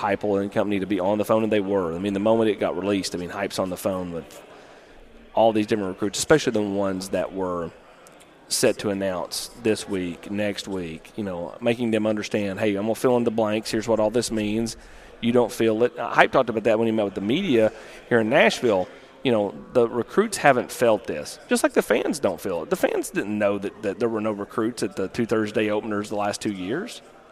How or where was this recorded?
busy venue